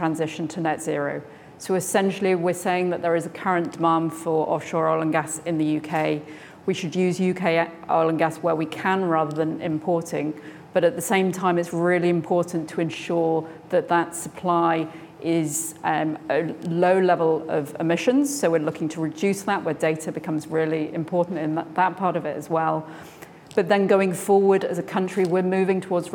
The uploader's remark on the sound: This event was the 45th in our series, where the speakers presented their work in an exciting, quickfire format. Each speaker had eight minutes, followed by eight minutes of questions from the audience.